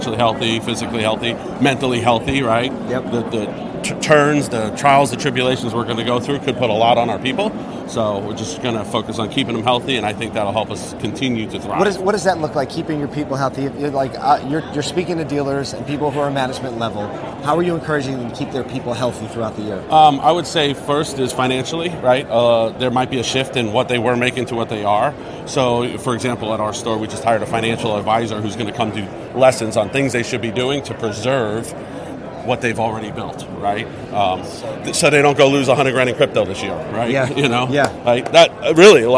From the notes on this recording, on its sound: We're live from the NADA Show Floor for the Ribbon Cutting. We grabbed a couple of friends to chat about their NADA Show experience so far.